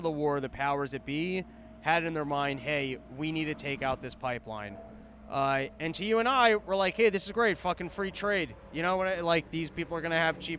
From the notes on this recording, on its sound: Live from Austin Texas. It's a live porch tour from Austin Texas.